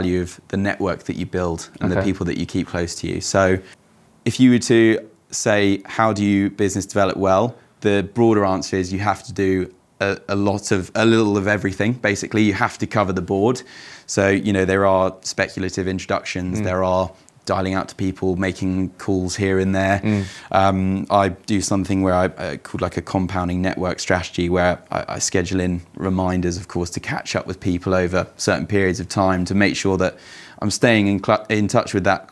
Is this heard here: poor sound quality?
no